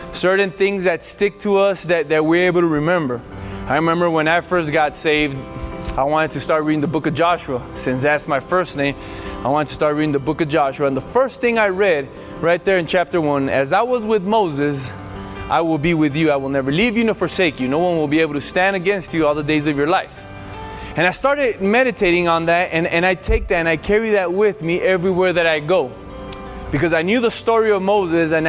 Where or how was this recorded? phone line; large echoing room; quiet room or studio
large echoing room